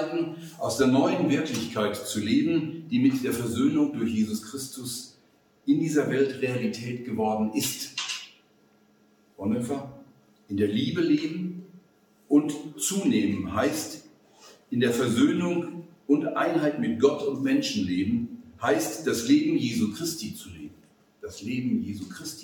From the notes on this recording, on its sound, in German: Vortrag beim Zinzendorf Forum am 27.11.2021 in Marburg.